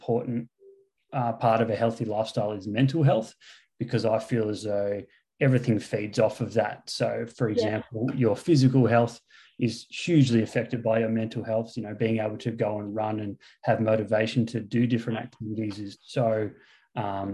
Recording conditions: video call